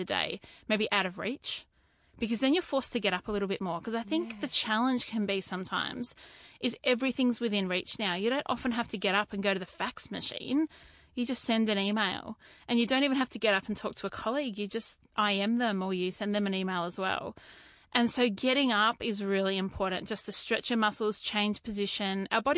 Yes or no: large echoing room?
no